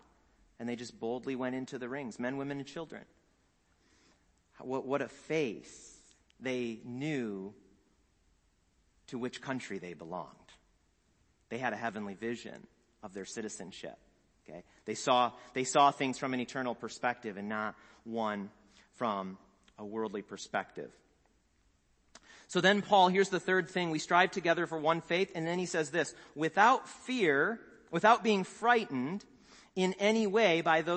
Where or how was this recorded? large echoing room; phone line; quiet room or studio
large echoing room